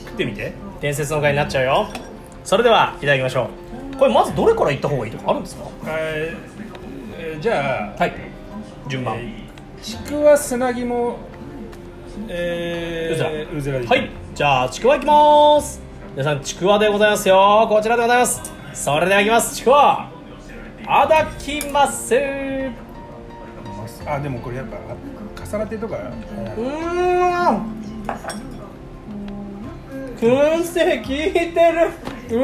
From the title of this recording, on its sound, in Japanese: 薫り豊かなお店でお届け